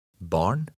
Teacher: you'll see the letter R followed by a D, T, L, or N. In these combinations, the R is not trilled.